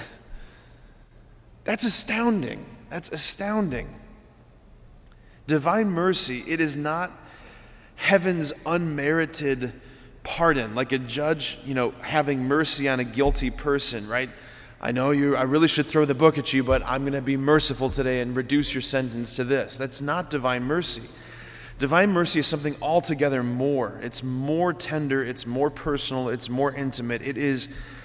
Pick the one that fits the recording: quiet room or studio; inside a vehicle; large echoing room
large echoing room